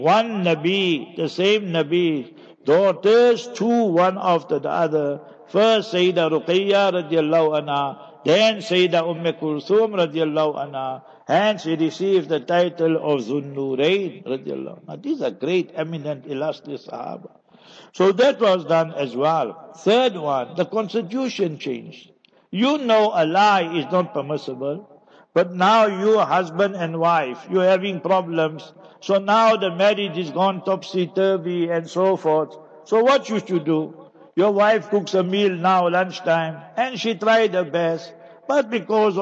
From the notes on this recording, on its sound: Jumah Lecture at Avonadalle Musallah.